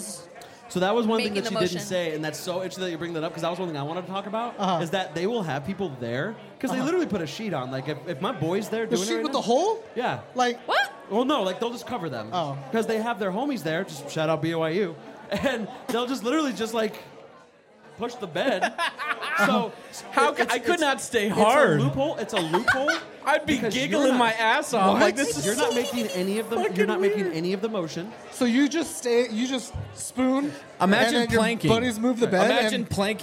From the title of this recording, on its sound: LIVE FROM SCARDEYCON!